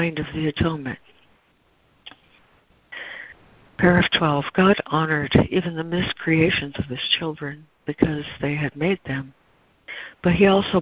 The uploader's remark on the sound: ACIM Daily Conference Call.